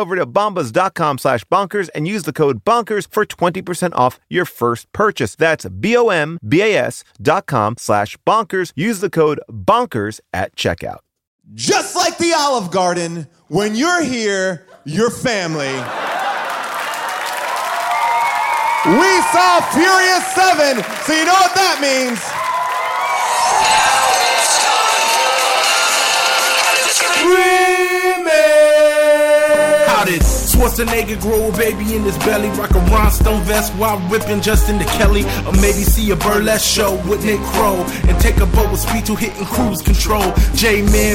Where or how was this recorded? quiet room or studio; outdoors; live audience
live audience